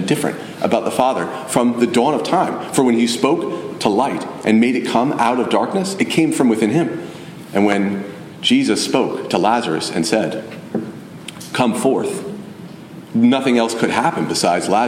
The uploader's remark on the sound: Message delivered Sunday, July 16, 2023 at Mt Carmel Primitive Baptist Church, Bel Air